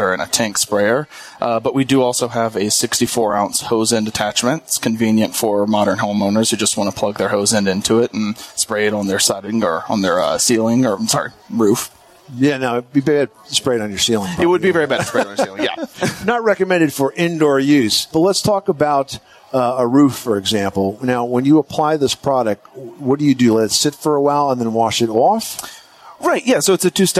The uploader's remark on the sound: Broadcasts from the 2019 National Hardware Show